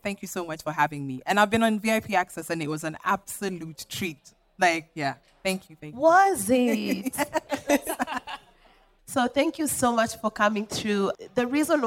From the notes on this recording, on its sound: VIP ACCESS Podcast first pop-up event attracted young up and coming artists and PR professionals, who joined an open Q&A session. This was the second conversation recorded at VIP ACCESS Podcast's first live recording event (Dec 3 2023).